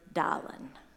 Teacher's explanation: thick New Orleans accent, which means you do not pronounce R's, the letter R, would call us instead of darling, we were darlin'.